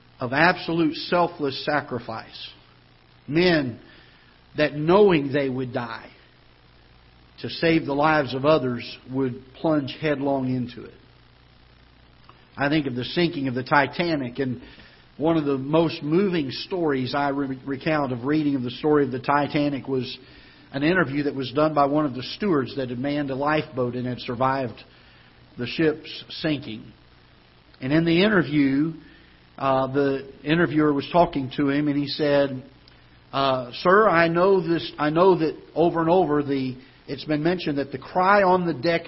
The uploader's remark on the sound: Ketha Heights Baptist Church ~ Live Broadcast.